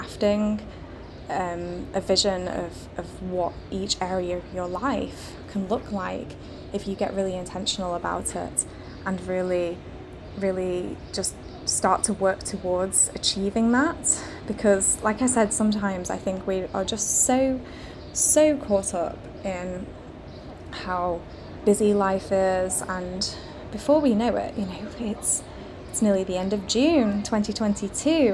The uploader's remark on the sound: Hello from Rhodes, Greece! I'm recording this today from our lovely hotel balcony and it is very warm. I can see the gorgeous blue sea and overlook a lovely inviting pool to take a dip!